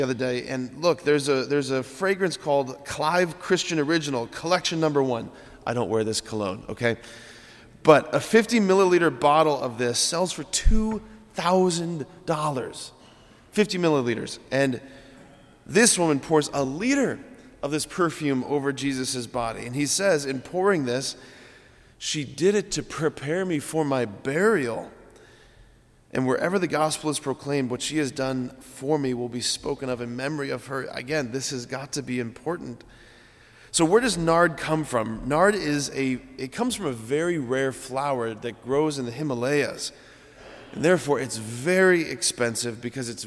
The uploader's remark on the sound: preached this homily on April 3, 2023 at Sacred Heart of Jesus Catholic Church in Wadsworth, OH.